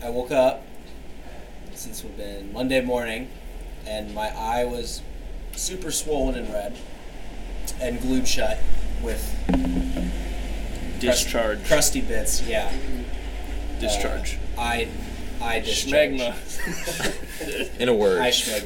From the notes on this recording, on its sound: Sorry about the wind throughout it was windy outside